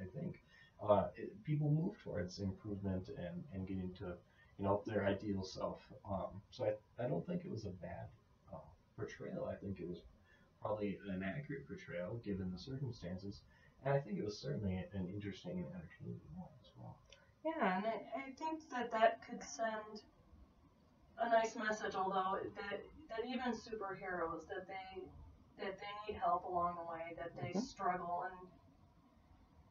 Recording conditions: poor sound quality